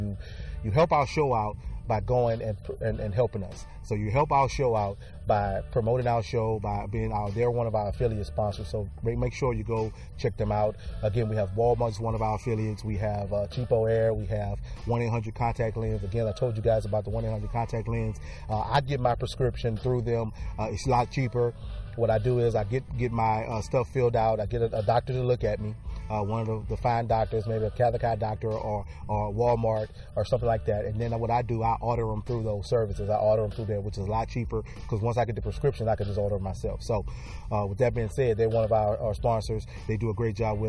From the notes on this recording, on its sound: takes the show outside for a broadcast